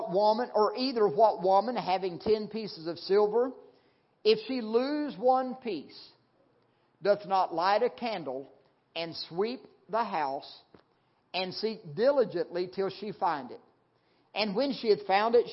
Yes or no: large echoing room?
yes